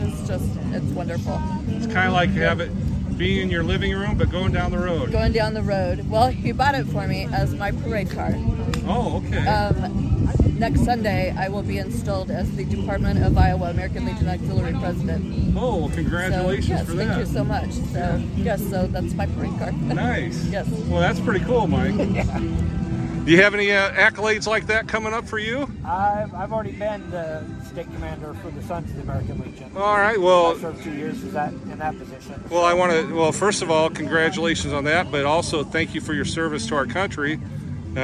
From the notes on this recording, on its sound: the sights and sounds of the Corn Country Cruisers' July 8, 2023, Cruise-In on the Square in Washington, Iowa!